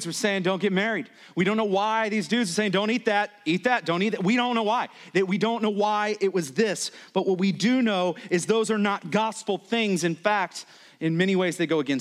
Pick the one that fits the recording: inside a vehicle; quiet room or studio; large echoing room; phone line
large echoing room